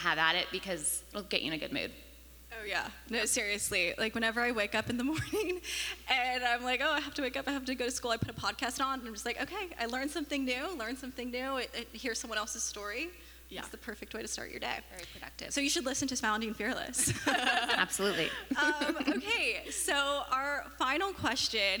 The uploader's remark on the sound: the first ever live recording of the Founding Fearless Podcast at the KS WELI Women's Summit 2023